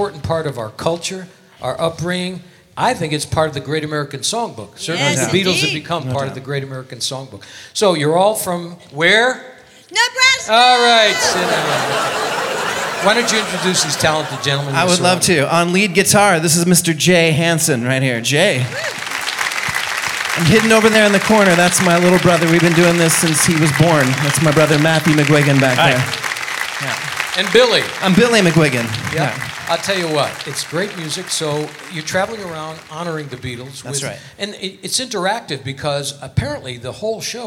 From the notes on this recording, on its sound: Live at the SouthPoint Casino